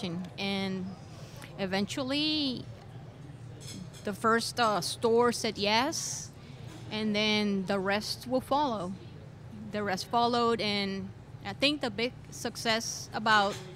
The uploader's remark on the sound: Out to Lunch is recorded live over lunch at NOLA Pizza in the NOLA Brewing Taproom .